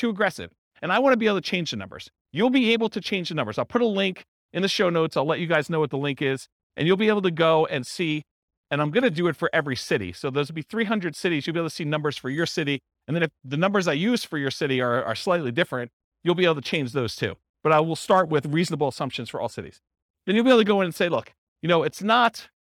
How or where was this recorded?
live audience